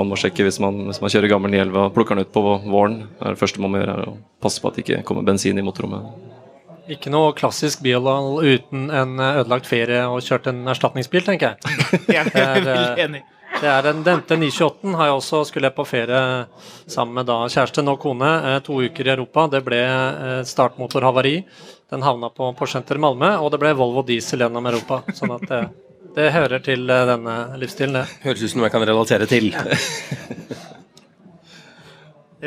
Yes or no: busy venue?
yes